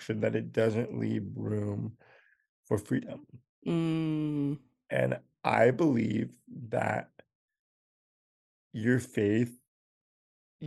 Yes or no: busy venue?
no